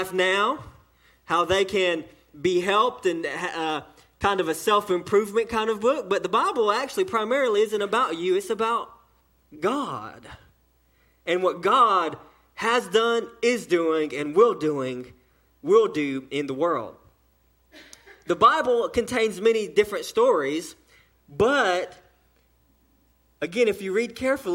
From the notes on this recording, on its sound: sermon delivered to Cottondale Baptist Church in Eastman, GA during the 6:00pm service